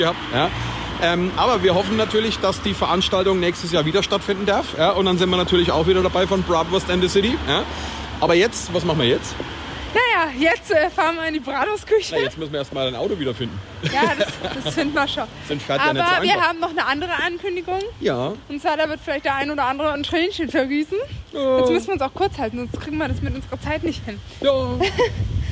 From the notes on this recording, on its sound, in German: Live von der Noris-Force-Con mit vielen Eindrücken und Gesprächspartnern.